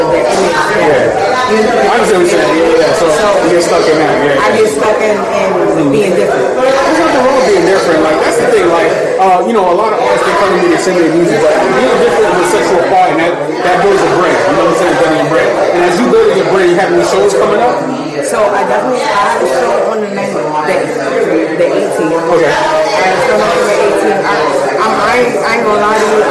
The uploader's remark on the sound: live at the Hood Media NYC’s Media Day Mayhem